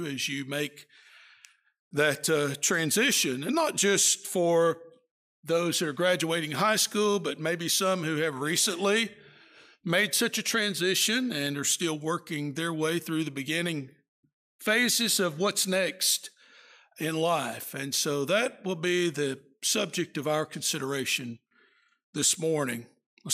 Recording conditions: large echoing room